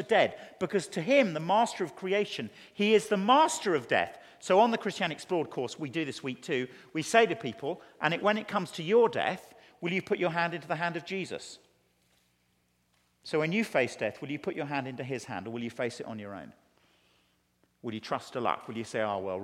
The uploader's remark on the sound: teaches a Keynote Session at FG11